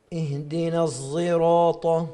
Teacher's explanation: نعم اهدنا الصراط، بس تكون قريبة من التفخيم، يعني كأن الصاد فيها 60% و40% سين